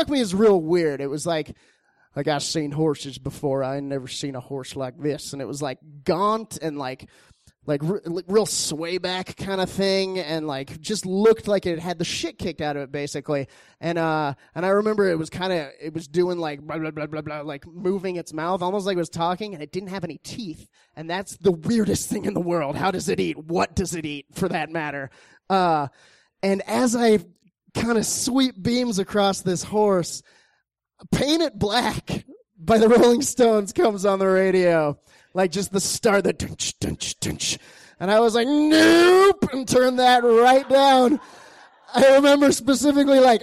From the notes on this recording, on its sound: These stories were recorded at The Deer Pile.